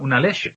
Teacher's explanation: el sonido CH del castellano se pronuncia como la SH inglesa